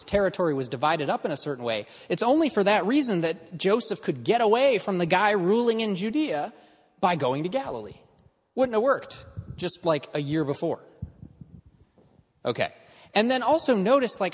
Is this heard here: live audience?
yes